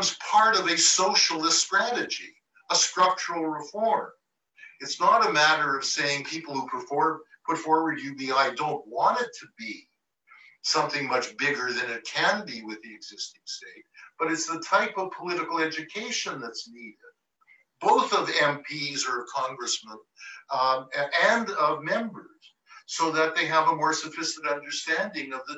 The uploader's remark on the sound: Recording of TWT and Verso's Zoom call